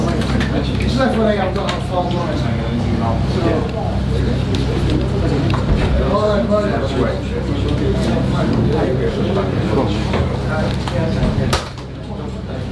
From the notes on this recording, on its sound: Post-fight press conference from Leeds.